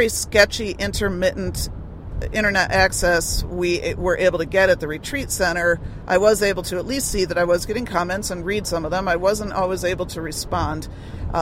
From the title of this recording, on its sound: In Which We Talk While Driving